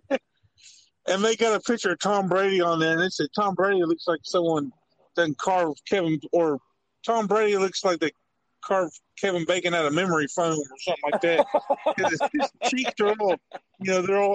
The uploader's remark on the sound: I man in the car alone with his thoughts but today I got a guest.